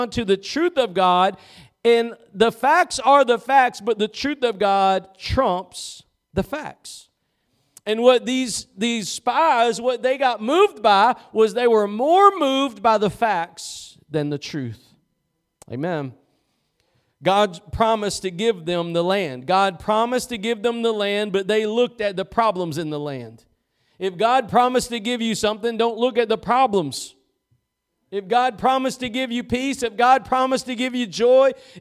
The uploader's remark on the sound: Preached at Gospel Lighthouse in Bossier City, La.